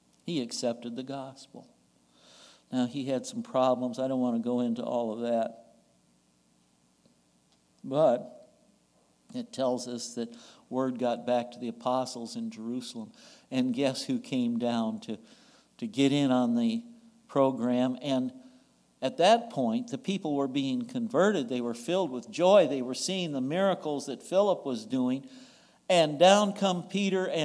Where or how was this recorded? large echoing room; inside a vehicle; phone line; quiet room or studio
large echoing room